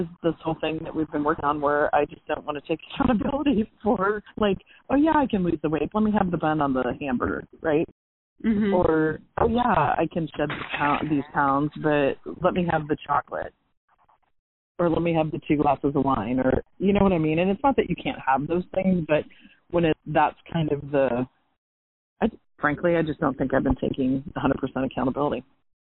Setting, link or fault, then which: link, phone line